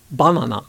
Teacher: Whereas in Japanese, it's not that middle syllable, it's the first syllable, ba, that's high, and then the remaining two syllables are low. · Term: pitch accent